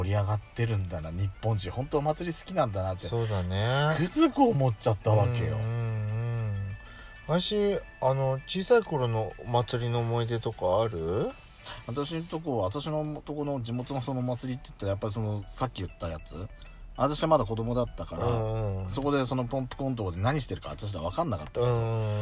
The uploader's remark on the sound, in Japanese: パーキング収録